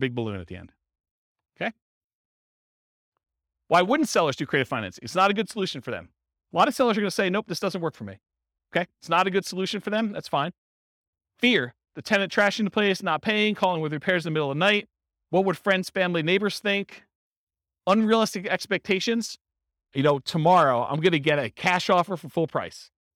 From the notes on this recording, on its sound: Real estate entrepreneurs in Hollywood, Florida. This was a live class recorded. The live in-person version.